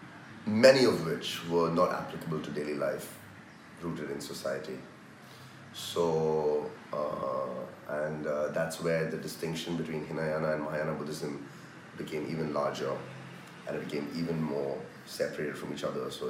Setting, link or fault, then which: fault, background noise